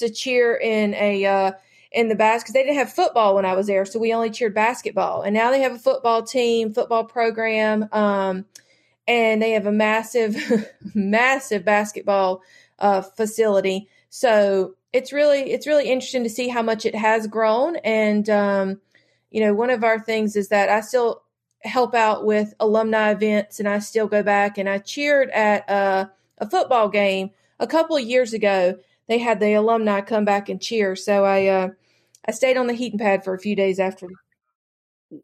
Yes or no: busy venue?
no